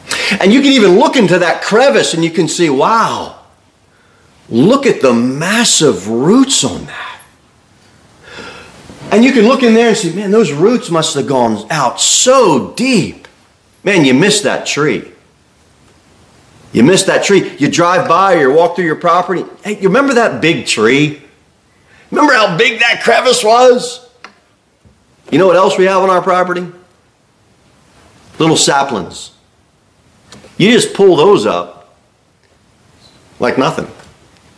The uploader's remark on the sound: Sermon delivered at Pilgrim Baptist Church